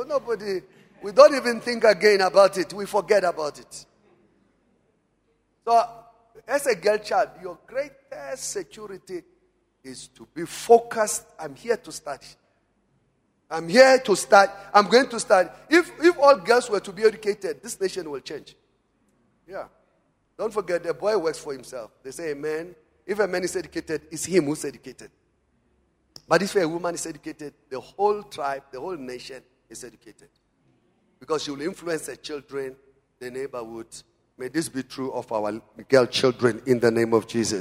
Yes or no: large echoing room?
yes